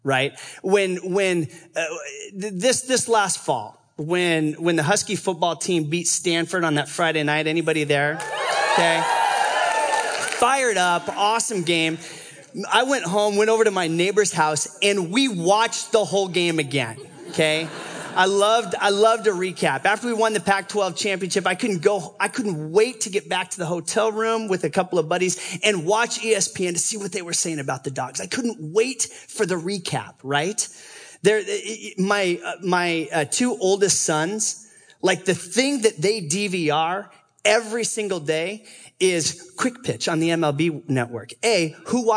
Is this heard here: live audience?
yes